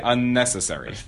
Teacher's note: But we have unnecessary as a geminated consonant.